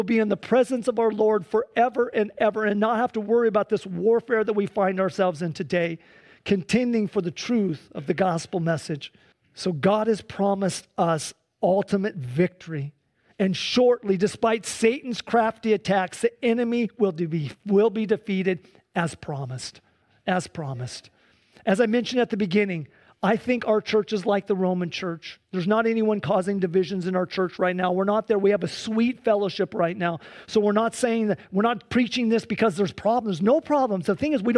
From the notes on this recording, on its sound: Sunday church service livestream